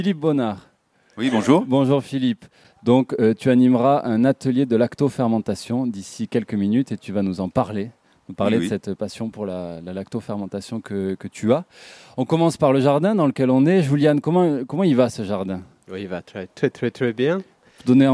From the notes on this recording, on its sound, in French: Nous étions en direct du jardin du Zef - Gare Franche, dans le 15e arrondissement de Marseille, dans le cadre de la semaine Nature & Biens Communs.